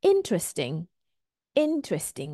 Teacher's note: There are three syllables here. And the stress here falls on the first syllable